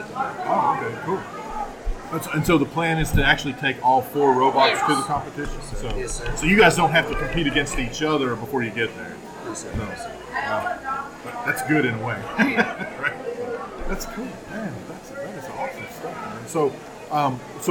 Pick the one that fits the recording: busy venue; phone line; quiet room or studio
busy venue